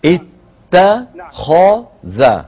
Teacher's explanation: ات مرققة، تا خ مفخمة، ذا مرققة